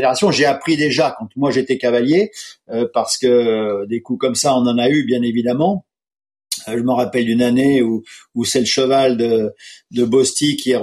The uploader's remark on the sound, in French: Pour la première fois depuis le lancement de ce podcast et confinement oblige nous avons enregistré ce nouvel épisode à distance.